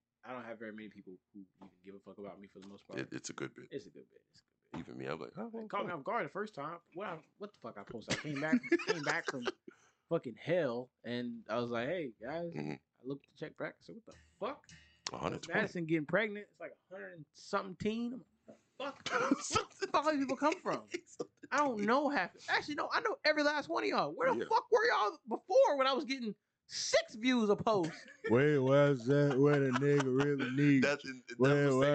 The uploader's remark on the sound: This Episode does have a slightly damaged audio file, so apologies in advance.